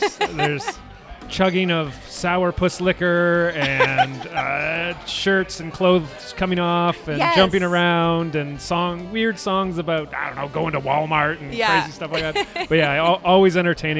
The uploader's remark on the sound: live from AOK craft beer bar and arcade in downtown Kitchener